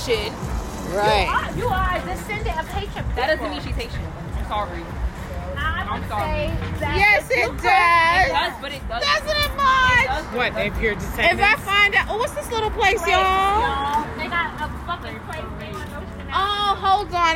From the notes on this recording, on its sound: Walking along the streets of gentrified Bed-Stuy after a disappointing meal at a local spot…